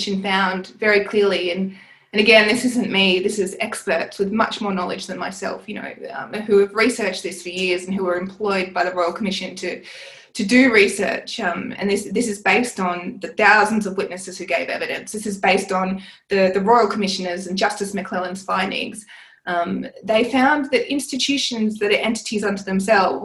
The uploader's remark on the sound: This conversation was recorded online during the Covid-19 crisis.